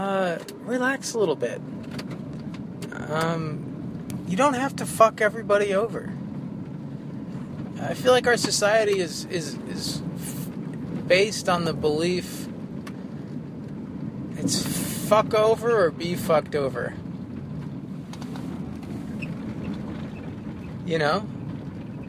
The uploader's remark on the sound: From the Northeast Kingdom, a solo rambler recorded while driving around Vermont.